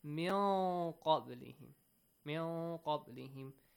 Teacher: But ikhfa should be applied here, and it means that you should apply the rule ikhfa in a way that the listener kind of should understand that the letter qaf is there